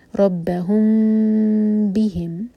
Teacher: میم کو لائٹ ہونٹوں سے پڑھیں گے، 2 سیکنڈس کا ٹائم دیں گے اور اس کے بعد با پڑھیں گے · Term: اخفاء شفوی